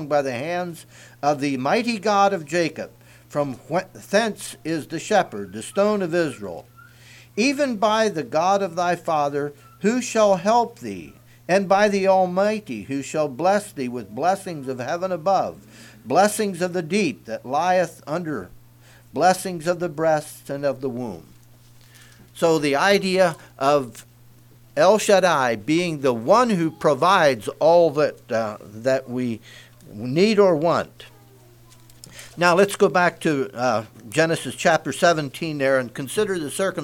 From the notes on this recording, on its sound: Message preached at Word Of Hope